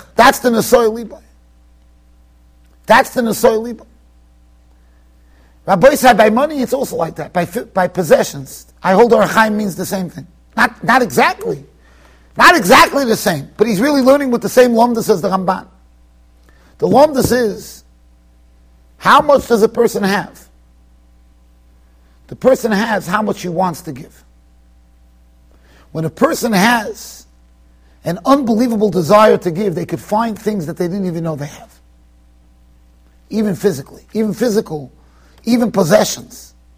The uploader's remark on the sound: Shiur recorded in Yeshivas Ohr Reuven, Monsey NY